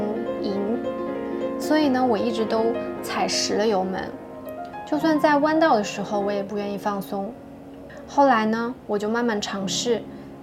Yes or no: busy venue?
no